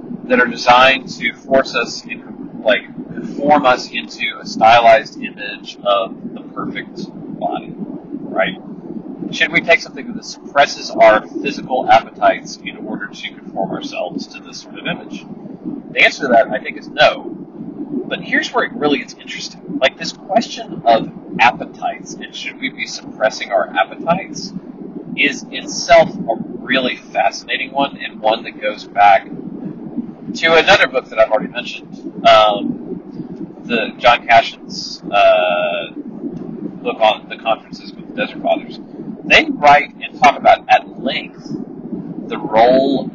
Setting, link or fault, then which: fault, poor microphone